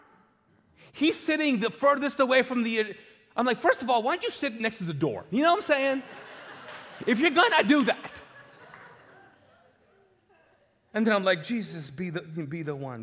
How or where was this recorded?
large echoing room